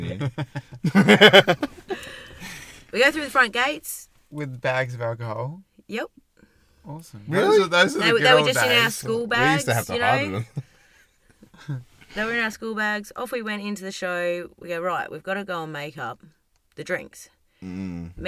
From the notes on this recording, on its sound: We chat, we laugh, we chat as we laugh and we get through a platter of stories delivered directly from the car studio parked neatly at our favorite campground.